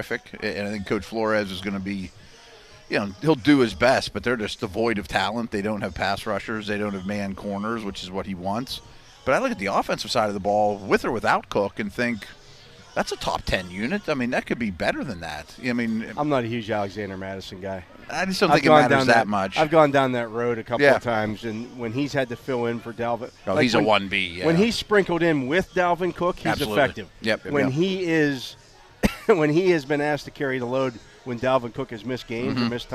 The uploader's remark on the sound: The Drive live from OTAs day 9 HR 1. Live from the Last day of Steelers OTAs.